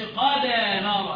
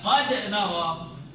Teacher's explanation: خلي بالك من القلقلة انها ما تروحش منك ناحيه الفتح · Shown in: second take